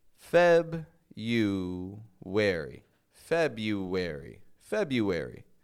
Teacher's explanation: I don't pronounce that R. For me, that's a silent R.